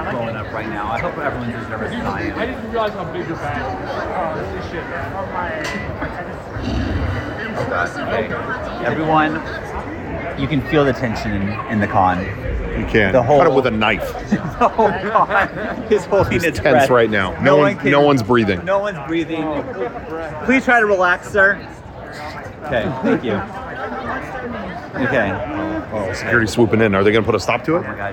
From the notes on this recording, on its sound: two days of San Diego Comic-Con, two different teams live streamed from the Mega64 booth.